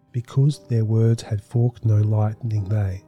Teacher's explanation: As for the poem's meter, the villanelle is written mostly in iambic pentameter, a meter with a da-dum, da-dum, da-dum, unstressed, stressed rhythm that goes on for 5 feet, making 10 syllables total in each line.